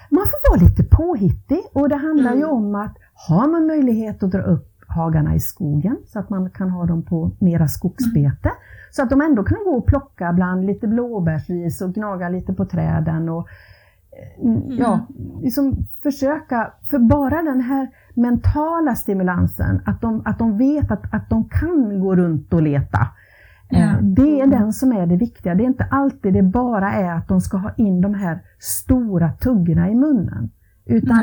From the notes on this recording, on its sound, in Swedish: På grund av lite tekniska problem är ljudet inte perfekt